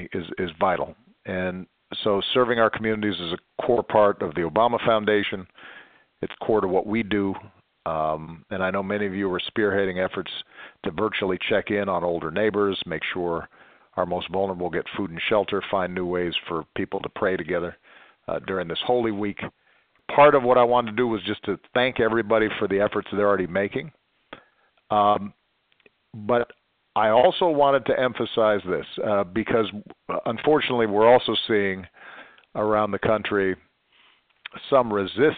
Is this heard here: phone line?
yes